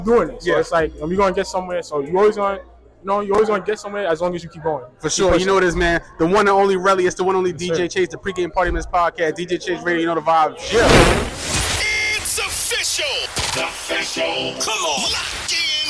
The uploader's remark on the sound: Live at the Tunage Showcase. Tunage Showcase Interview.